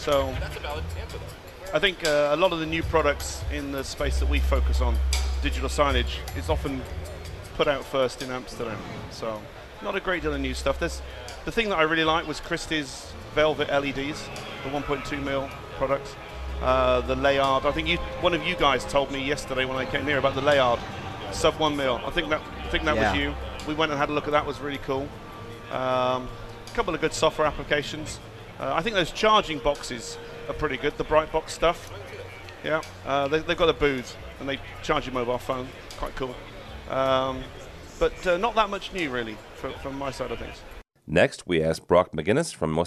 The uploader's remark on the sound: Live from InfoComm 2015. Live from the InfoComm 2015 Show floor.